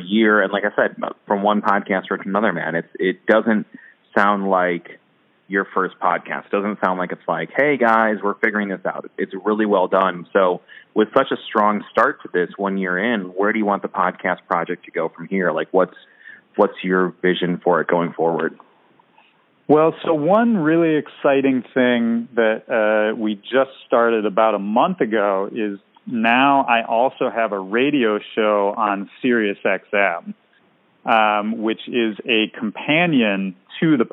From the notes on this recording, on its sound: Checking in via phone from San Diego.